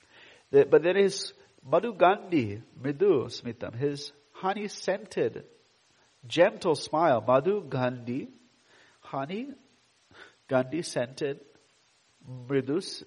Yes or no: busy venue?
no